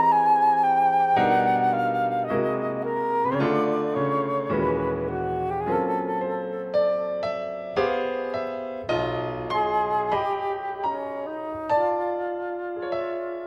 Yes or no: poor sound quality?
no